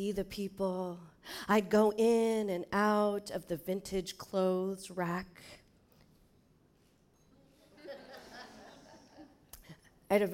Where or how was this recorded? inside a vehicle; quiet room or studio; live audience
live audience